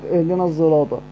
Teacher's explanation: فخلط الصاد بالزاي لمجانسة حرف الطاء التي بعدها في الجهري · Term: الإشمام